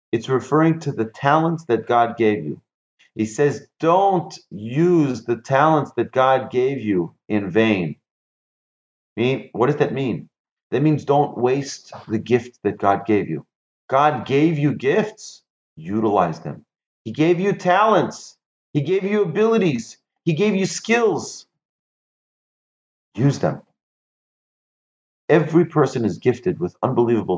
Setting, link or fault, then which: link, video call